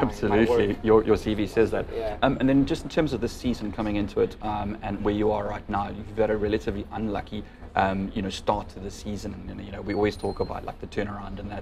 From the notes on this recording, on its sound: Enjoy the chat and background sounds of Long street in the CBD.